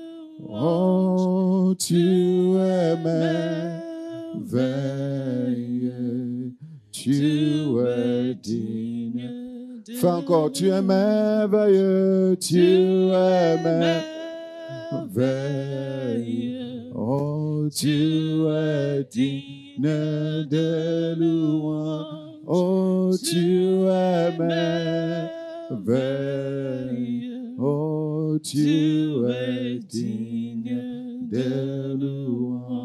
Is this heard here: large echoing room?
yes